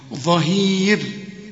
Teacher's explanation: كل راء يسبقها ياء عند الوقف رقاها على وزن حرير، فما تقولش ظهير، لا ظهير.